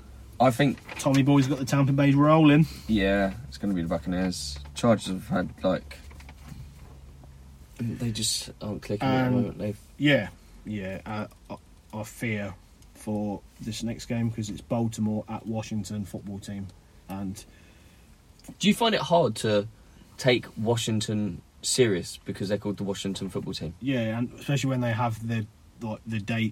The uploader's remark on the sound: We are back sitting in the van